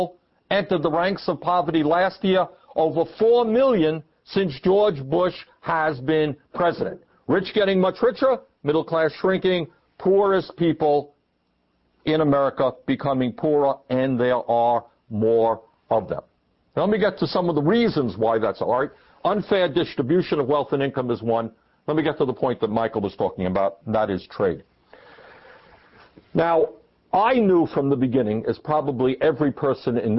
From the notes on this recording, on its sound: This forum was recorded on April 15, 2004, at the Greater Bangor Area Labor Council Hall in Brewer, Maine.